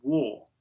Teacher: So that AL rounds in RP in British English to walk. And it sings nicely, especially because you come out of you and w, both of which have the forward lips.